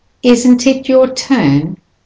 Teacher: So you link the T at the end of isn't to the I at the beginning of it.